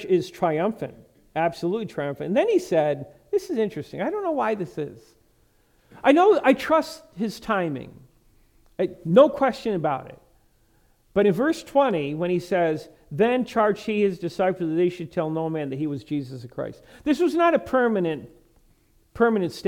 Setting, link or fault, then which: setting, large echoing room